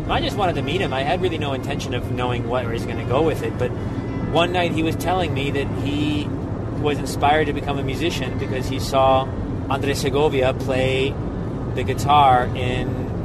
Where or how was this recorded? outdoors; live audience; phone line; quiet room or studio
outdoors